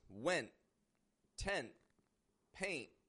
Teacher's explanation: I'm stopping the T at the ending of that word in my throat using my glottis. I also have the tip of my tongue going up to the position of the N of the T to my alveolar ridge behind my teeth.